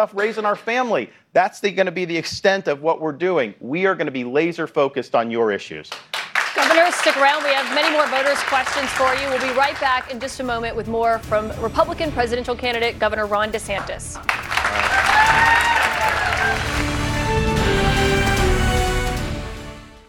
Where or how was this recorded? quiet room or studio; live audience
live audience